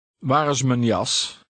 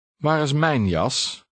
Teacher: Waar is mijn jas? Number 2 is the same sentence, but the third word is stressed. · Shown in: second take